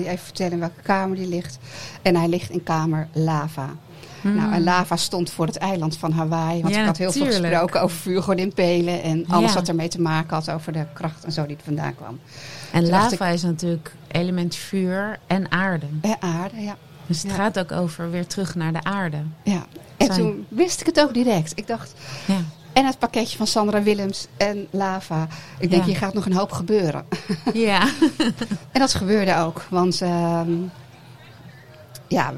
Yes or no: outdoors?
yes